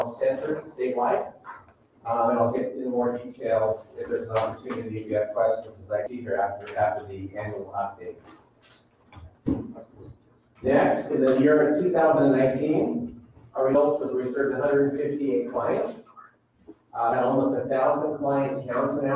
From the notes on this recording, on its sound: Live recording of Astoria City Council meeting, March 16, 2020.